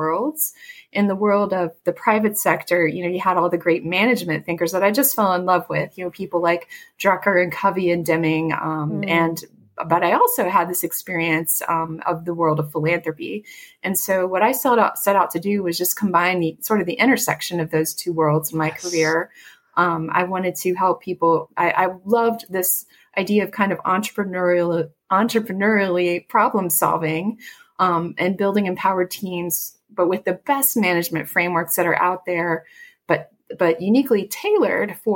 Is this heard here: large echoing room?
no